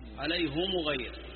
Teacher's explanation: بضم الهاء والميم من غير صلة